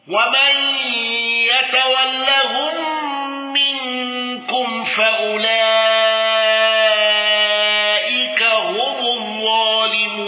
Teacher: خلف عن حمزة بترك الغنة والسكت على المد المنفصل وأن.